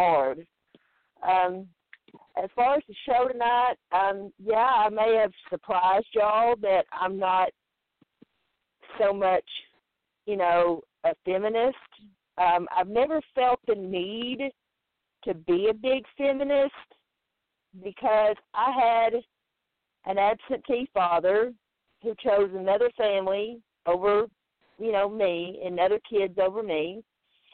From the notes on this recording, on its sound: On tonight's live call-in show, I'll ask the callers the questions and they will decide the answers. The Talk 2 Q Radio Show.